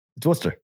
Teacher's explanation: W-O-R-C-E-S-T-E-R. So when you live there and you say it, you don't use the R's.